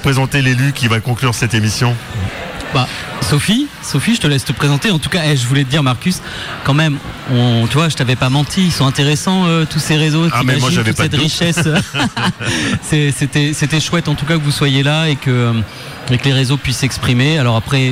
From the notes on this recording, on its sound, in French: Radio Activ’ était en direct le Jeudi 16 Novembre 2023 de la CCI des Côtes d’Armor pour couvrir l’évenement “LE QUAI DES RESEAUX”. À la CCI Côtes d’Armor à Saint-Brieuc.